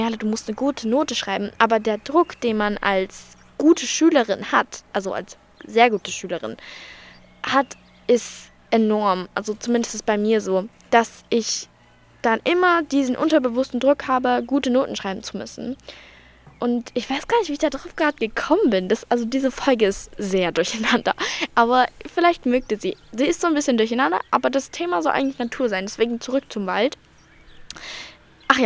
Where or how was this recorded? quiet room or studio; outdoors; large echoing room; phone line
outdoors